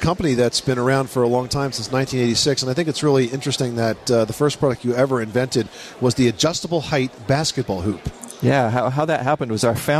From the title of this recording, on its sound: Live from the 2012 National Hardware Show